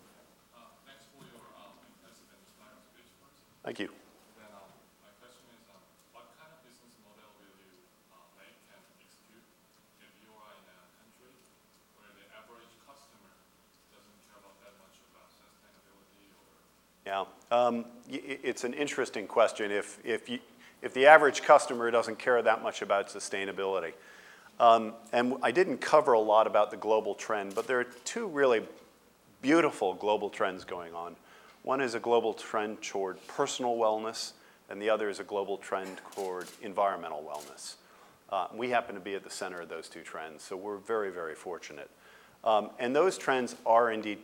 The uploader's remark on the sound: Day in Durham 2007 Keynote Address.